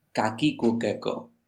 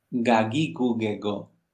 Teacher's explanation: Pues que la primera es aspirada, ¿no? Es k, k, k. Y la otra es g, g, g. Pero suena en el mismo sitio